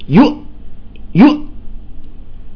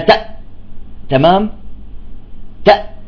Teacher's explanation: الهمزة شوفوا فيها، فيها يعني الصوت ينحبس · Term: شديدة